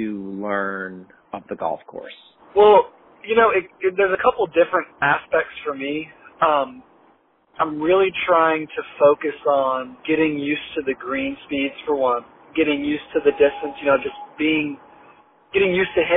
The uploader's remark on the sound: while he was driving to Kiawah